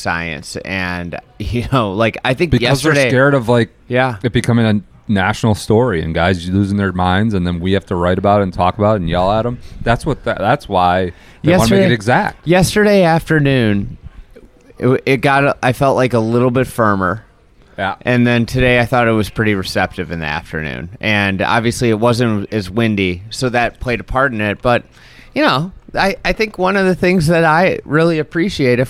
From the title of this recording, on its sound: Friday at the U.S. Open from the Precision Pro House in Boston